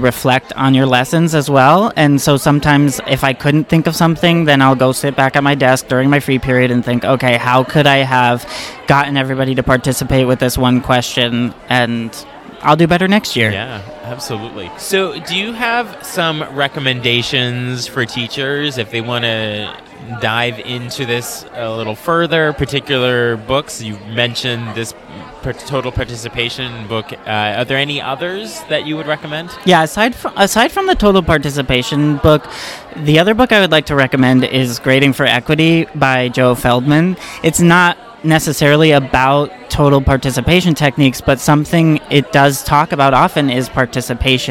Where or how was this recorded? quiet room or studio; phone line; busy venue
busy venue